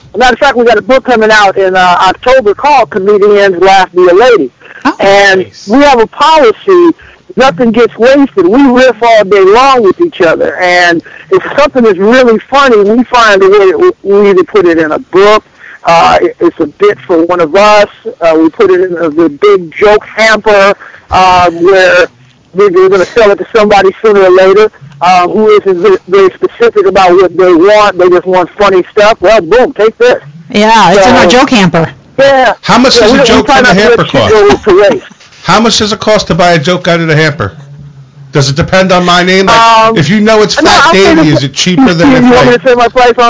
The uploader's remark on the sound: calls to the Let's Be Frank Show